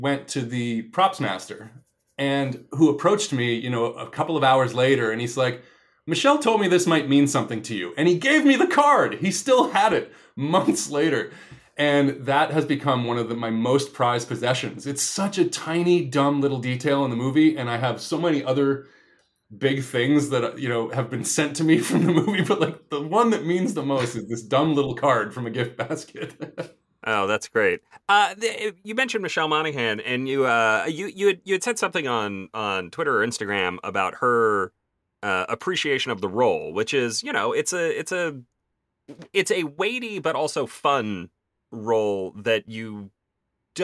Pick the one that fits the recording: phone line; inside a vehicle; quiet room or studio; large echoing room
quiet room or studio